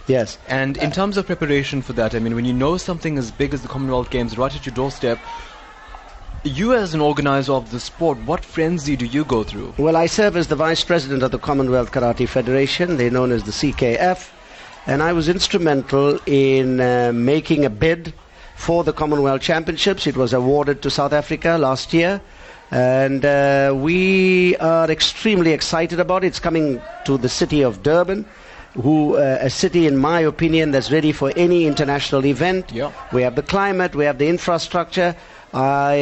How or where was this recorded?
busy venue